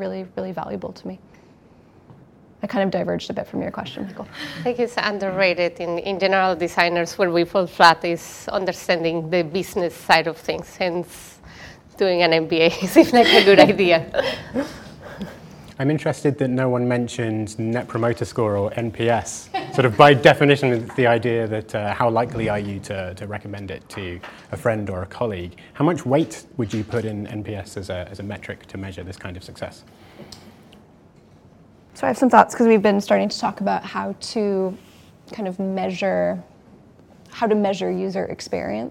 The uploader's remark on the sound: We were invited to host the panel at Product Party with Octopus Ventures, so we figured we would record it and share with you all! Record the podcast with a live audience.